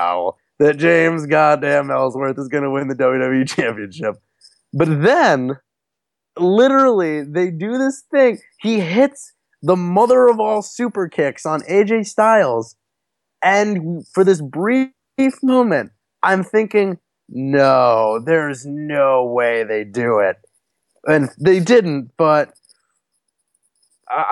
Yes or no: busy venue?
no